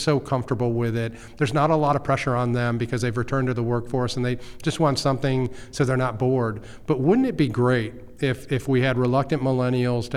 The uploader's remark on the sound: We recorded at Ogletree Deakins’ national Workplace Strategies seminar.